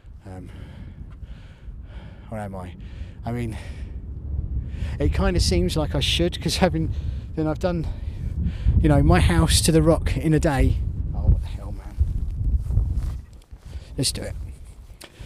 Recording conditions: outdoors